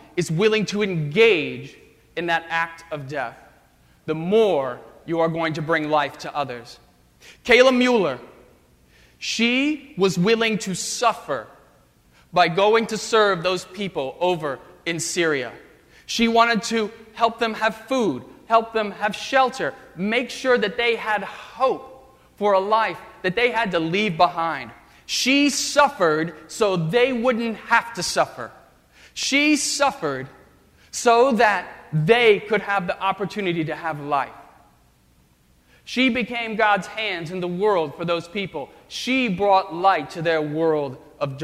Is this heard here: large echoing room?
yes